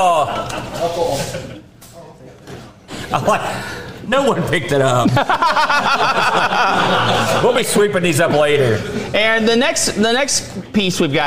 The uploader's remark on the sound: BOATFEST 2023! LIVE ON STAGE!